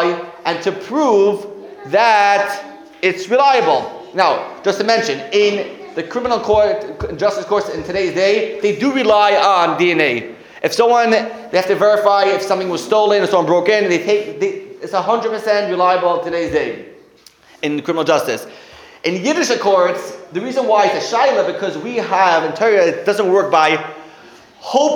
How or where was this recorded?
live audience